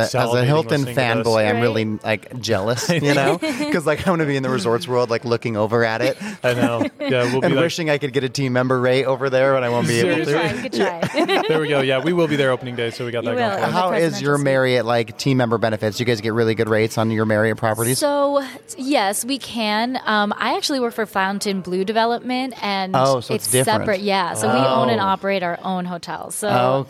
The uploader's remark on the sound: Today, broadcasting live from the prestigious Arizona Biltmore, a Waldorf Astoria property, during BITAC Purchasing and Design 2023.